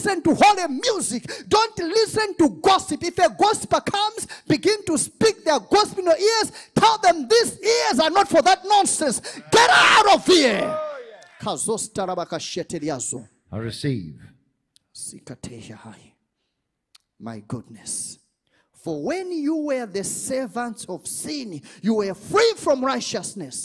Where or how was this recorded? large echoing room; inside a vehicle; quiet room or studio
large echoing room